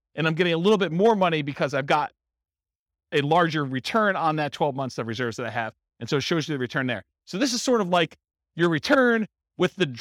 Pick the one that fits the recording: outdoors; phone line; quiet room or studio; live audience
live audience